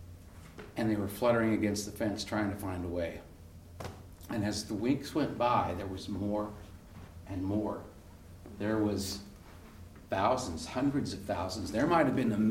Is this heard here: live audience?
yes